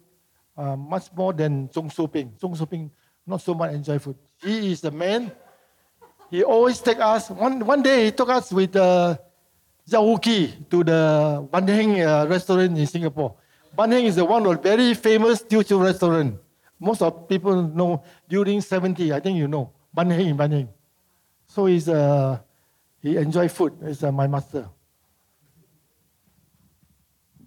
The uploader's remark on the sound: This conversation was recorded live in November 2018 at National Gallery Singapore .